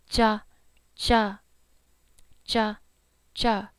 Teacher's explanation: Ta ta and sha sha becomes ja ja ja ja. Just like a CH but without the extra air. · Term: blend